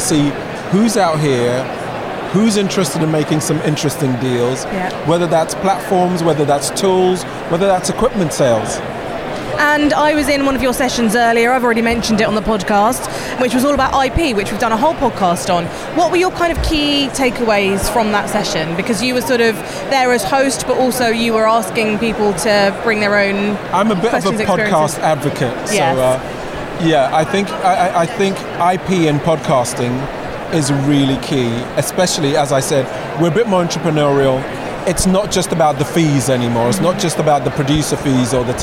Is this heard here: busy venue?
yes